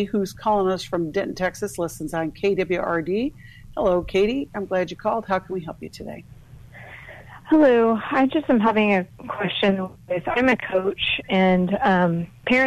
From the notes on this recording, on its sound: Caller Questions.